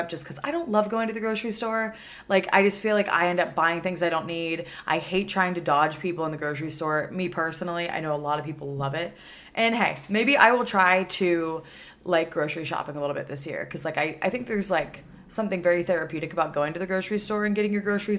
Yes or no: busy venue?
no